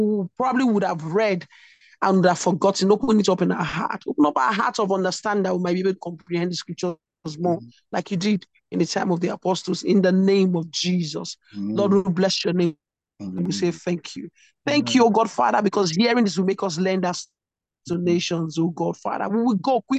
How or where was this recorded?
video call